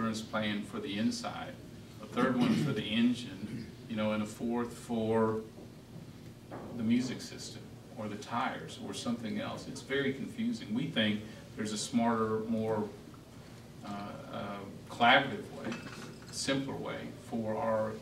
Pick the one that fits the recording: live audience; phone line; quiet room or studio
live audience